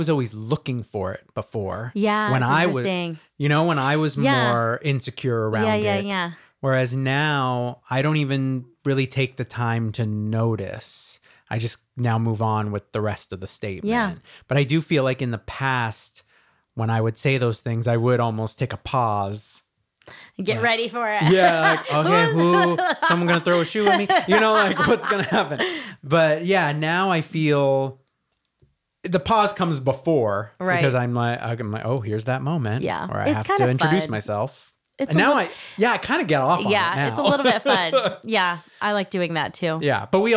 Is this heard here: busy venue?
no